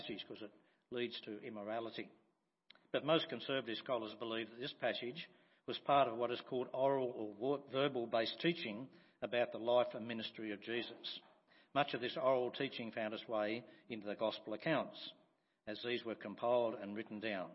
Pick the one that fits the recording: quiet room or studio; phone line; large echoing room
large echoing room